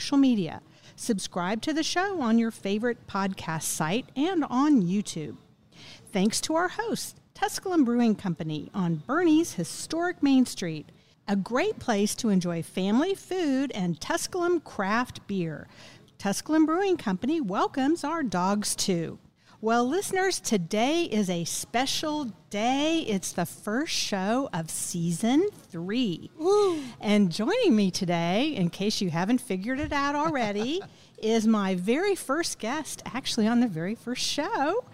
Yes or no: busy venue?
yes